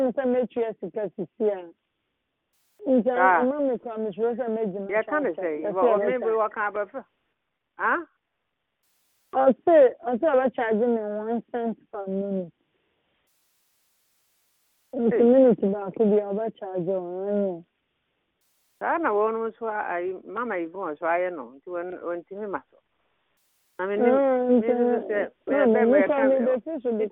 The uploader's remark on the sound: Conference Call